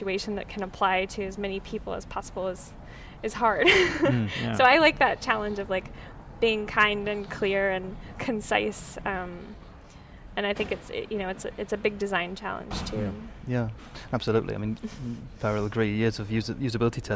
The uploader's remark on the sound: A triple set of interviews. Recorded at UXLx 2015.